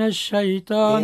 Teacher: من الشاء متفشي رقيق ومرق من حروف الاستفال، ومتفشي ينتشر الهواء في الفم